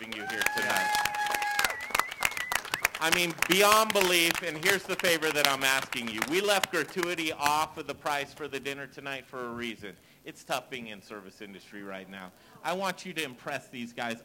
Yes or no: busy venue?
yes